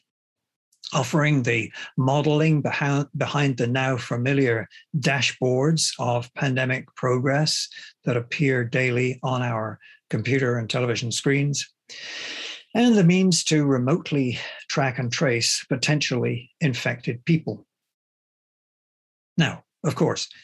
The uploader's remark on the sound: The seminar took place over Zoom